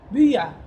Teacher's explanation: أنت تكسر وتضم الشفتين · Term: الإشمام